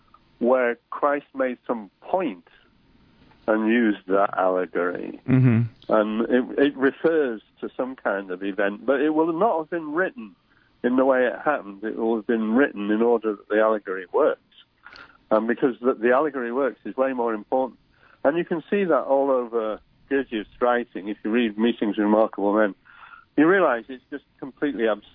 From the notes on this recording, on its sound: We speak by telephone.